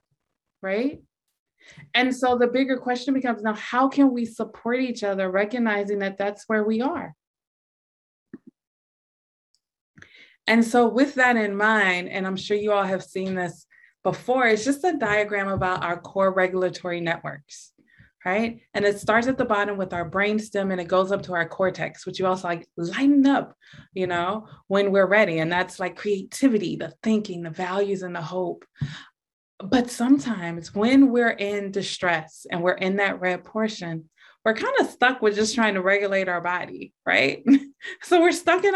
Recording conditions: video call